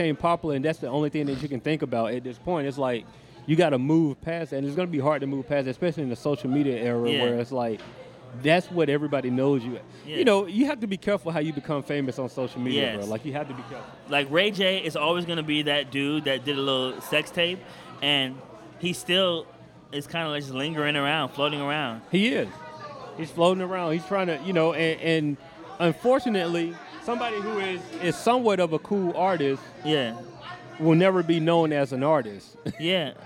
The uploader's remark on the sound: Live From Adventure Time ATL. We kick off the first part of our live sessions at Adventure Time ATL.